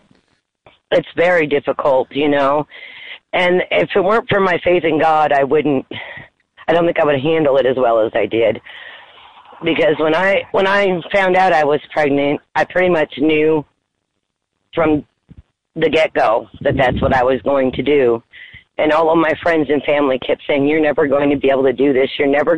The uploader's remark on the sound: Phone Call to Birth Mother.